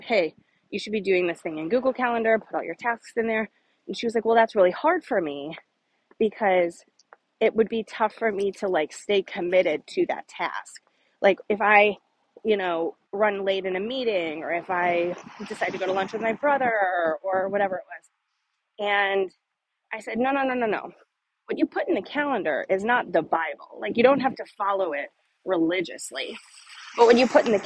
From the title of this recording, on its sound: Walk & Talk